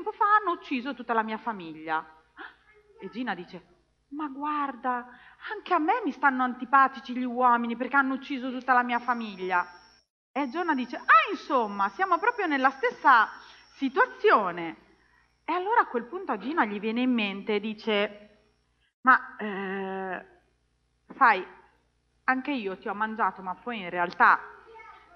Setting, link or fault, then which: setting, large echoing room